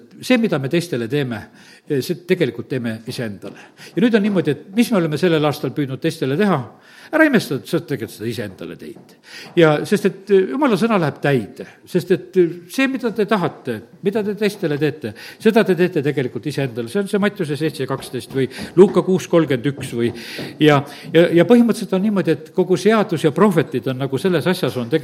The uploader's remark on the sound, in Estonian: Audio salvestus koosolekult